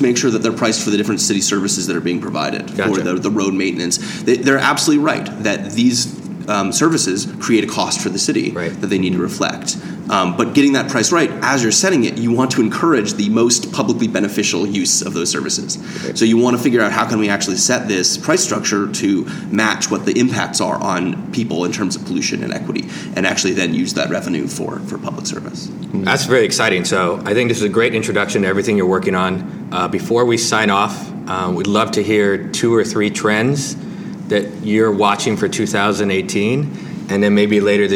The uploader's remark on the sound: Live from TRB